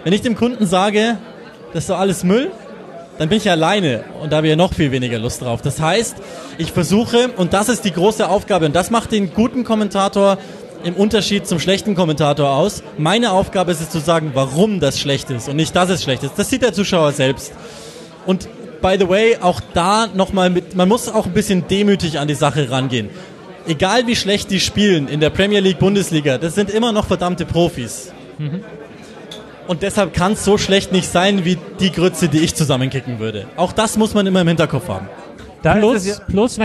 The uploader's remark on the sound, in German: Die erste Rasenfunk-Live-Folge! Das erste live vor Publikum aufgezeichnete Tribünengespräch fand im Rahmen des tkschland in München statt. Dank der Location im Stadion an der Schleißheimer Straße wurde aus dem Tribünengespräch ein Tresengespräch. Die Rahmenbedingungen waren etwas anders als sonst und dementsprechend ist diese Folge kürzer als gewohnt, vielleicht auch ein bisschen lauter im Hintergrund, aber so ist das eben: live ist live.